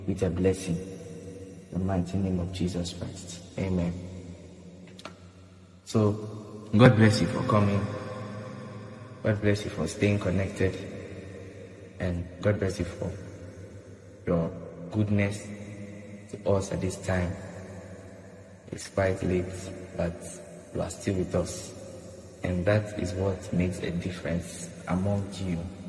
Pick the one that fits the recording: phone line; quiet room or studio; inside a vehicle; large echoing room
large echoing room